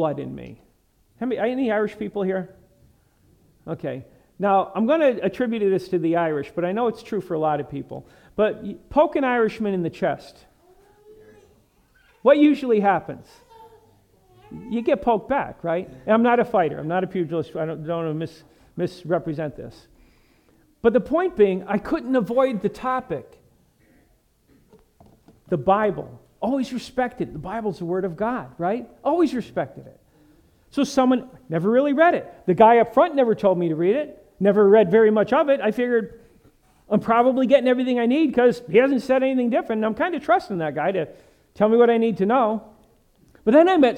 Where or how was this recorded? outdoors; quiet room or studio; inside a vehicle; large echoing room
large echoing room